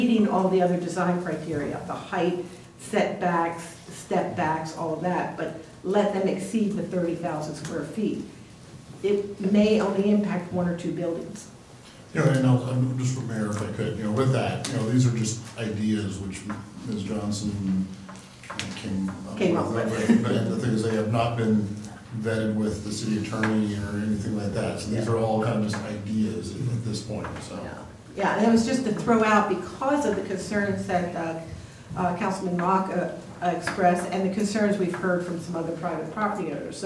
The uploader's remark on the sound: Live recording of Astoria City Council, March 4, 2019.